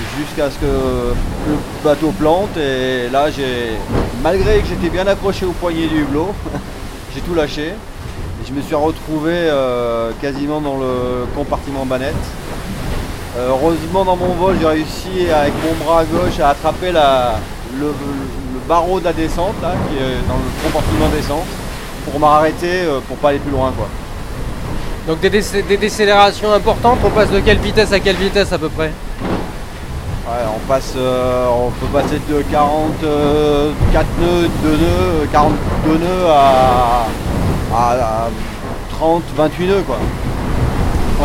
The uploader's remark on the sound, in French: À bord du Maxi Edmond de Rothschild. Les mots saisis au vol à l’intérieur du cockpit, tout comme les bruits captés sur le pont dans le vif de cette navigation extrême.